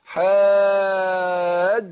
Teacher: تعطيش الجيم قريب للدال اقرب منه للشين، يعني ما اقولش حاجوك، حاجوك كده تبقى قريبة للشين وده خطأ.